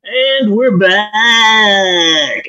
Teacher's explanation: When I would do it, I would stretch out the ah in back. And I tried to do it as annoying as possible.